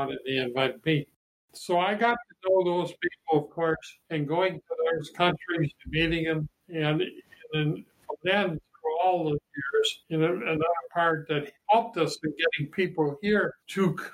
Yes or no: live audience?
no